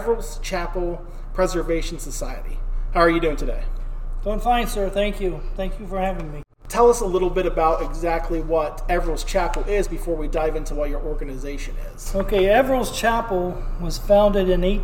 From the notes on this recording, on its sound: An old chapel church built and formed by a family of settlers from England in rural Ohio. We recorded this story on location and with these old wooden churches it can be met with some bouncing audio which we knew going in could be the case but it was a must for us to do this episode at the actual church. With echo and occasional sounds of the furnace.